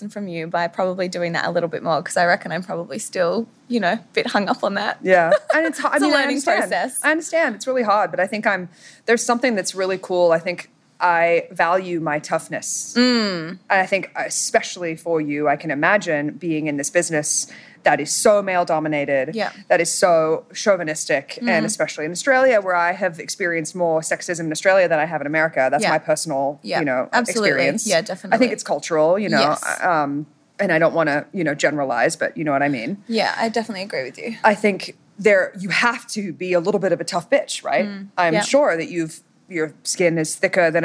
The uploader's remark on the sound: LIVE from the 2022 JBL Fest in Las Vegas